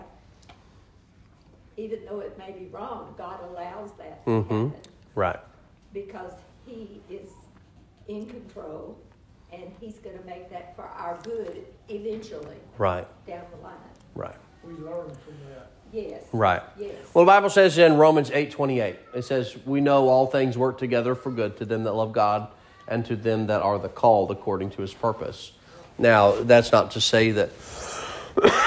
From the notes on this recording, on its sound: Sermon preached at Mid County Baptist Church